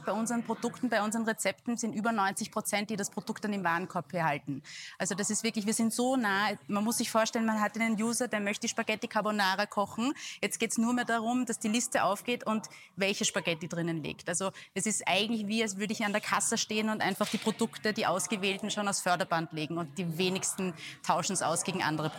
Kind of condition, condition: setting, busy venue